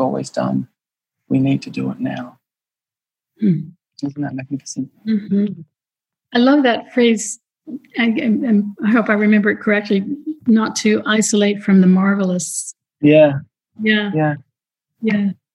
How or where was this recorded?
video call